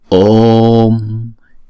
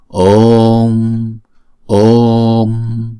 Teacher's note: Đọc chữ O trước cho nó tròn xong rồi chúng ta mới đóng chữ O đó lại